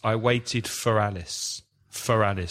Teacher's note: with these prepositions in connected speech, they're very often weak. So you don't hear, I waited for, was it Alice?